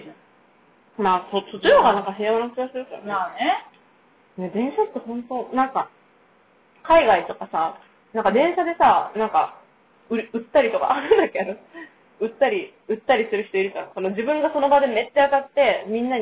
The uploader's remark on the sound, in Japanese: 音質悪めです